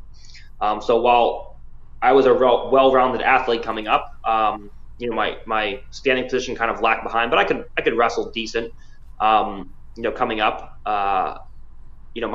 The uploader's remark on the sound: call in for Episode 27